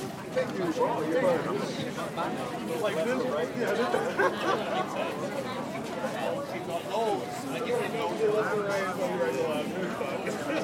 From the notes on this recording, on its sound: In Madison, Wisconsin, USA while walking though a crowed art fair using a pair of LOM mikroUši Pro microphones.